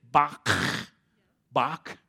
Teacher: They've got this guttural stop where you kind of clear your throat.